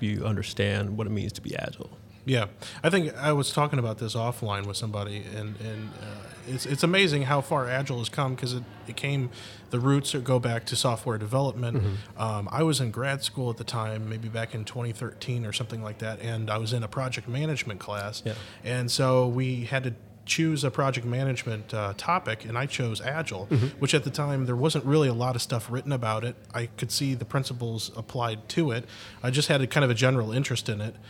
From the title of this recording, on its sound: Live From Agile Midwest